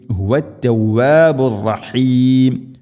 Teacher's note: റായിനെ കൂടുതൽ റ എന്ന ശബ്ദം ഉണ്ടാവരുത്, തക്രീർ എന്നാണ് അതിന് പറയുക . റഹീം ഹ എൻ്റെ മഖ്റജ് ശ്രദ്ധിക്കുക, തൊണ്ടയുടെ മധ്യഭാഗം, അവസാനത്തിൽ മധ്യ ഹരദുൽ